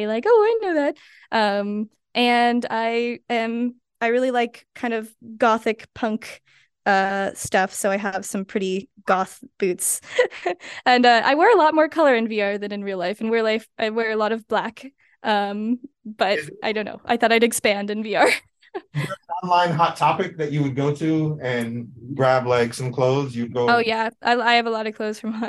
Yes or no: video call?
yes